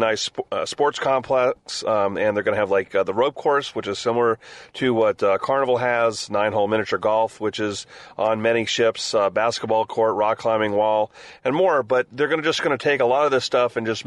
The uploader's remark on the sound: Cruise3Sixty Broadcasting in Fort Lauderdale. We broadcast from the largest cruise conference in the world.